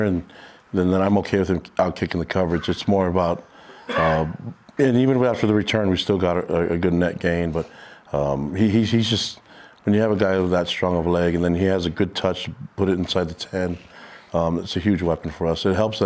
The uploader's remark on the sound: A live audience in Studio C.